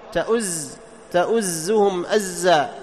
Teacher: تأز، تأزهم أزا، لا يجري معه النفس · Term: مجهورة